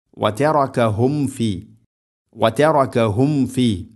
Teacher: മീം എന്ന അക്ഷരം പൂർണ്ണമാവണമെങ്കിൽ രണ്ട് ചുണ്ട് തമ്മിൽ തട്ടണം.